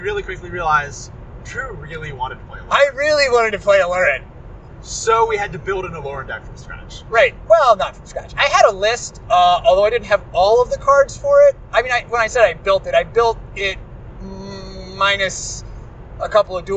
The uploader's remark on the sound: Grand Prix Louisville Road Trip Part I. (Seriously, we recorded this episode on the highway, and we apologize for the road noise.)